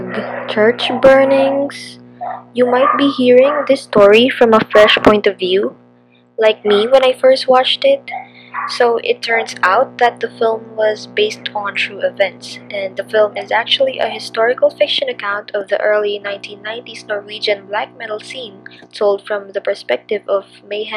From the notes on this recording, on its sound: I AM SO SORRY FOR BUZZING IN THE BACKGROUND. IT GOES IN AND OUT.